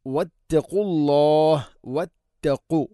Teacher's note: ഖാഫ് തൊണ്ടയുടെ മുകൾ ഭാഗവും കഴിഞ്ഞ് ചെറുനാക്കാണ് മഖ്റജ്, ശ്രദ്ധിക്കണം.